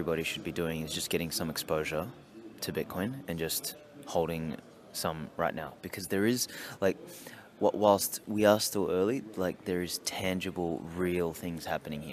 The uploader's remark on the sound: Interviews at Baltic Honeybadger Conference in Riga 2019.